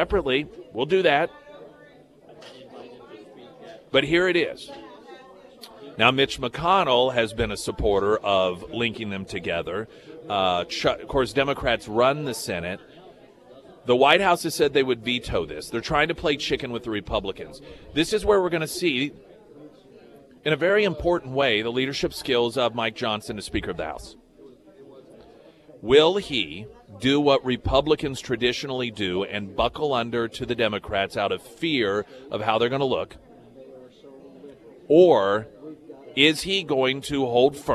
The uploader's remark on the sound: live at Scramblers Diner for the Friday Road Show